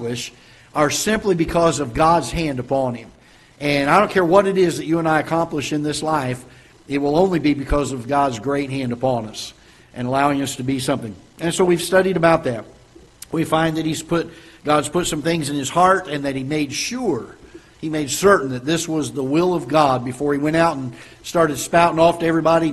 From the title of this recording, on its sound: Ketha Heights Baptist Church ~ Live Broadcast